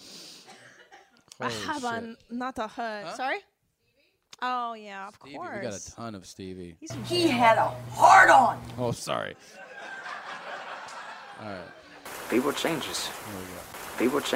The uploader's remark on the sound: Live from the Ice House. This live show has amazing audio.